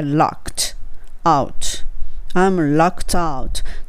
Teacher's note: locked out のとこをくっつけて locked out になりますね